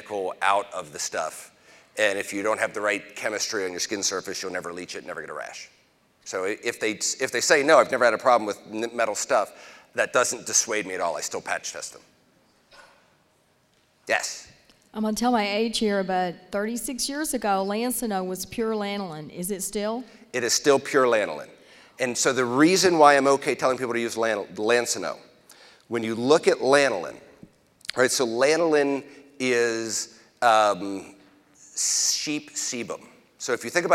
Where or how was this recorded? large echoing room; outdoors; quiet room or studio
large echoing room